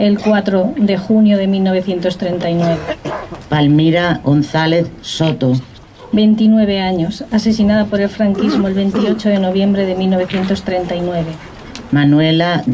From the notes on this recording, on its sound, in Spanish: El audio del homenaje a las mujeres víctimas del franquismo que tuvo lugar en el Cementerio del Este de Madrid. El acto fue organizado por la Plataforma en defensa del Memorial.